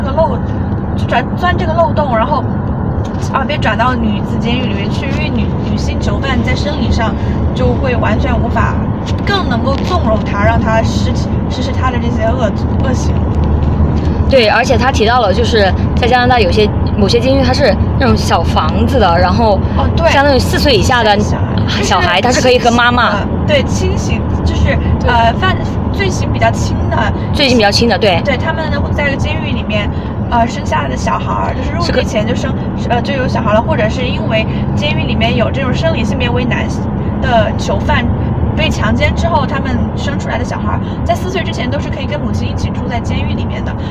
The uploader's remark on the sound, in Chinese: 因为在车上录制，所以这一期杂音有点多